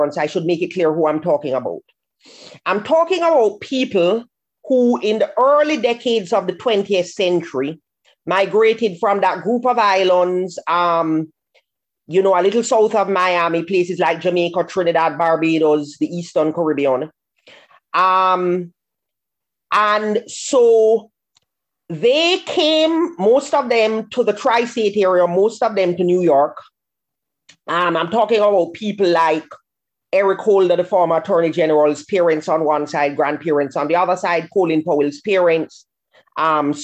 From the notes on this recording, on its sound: held a virtual panel discussion